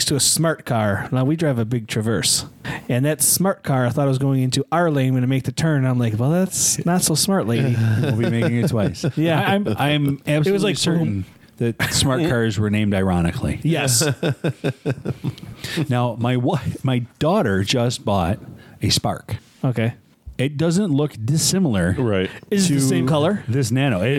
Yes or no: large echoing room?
no